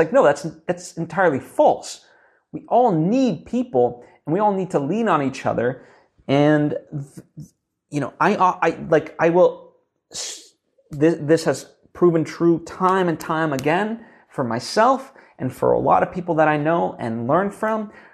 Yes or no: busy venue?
no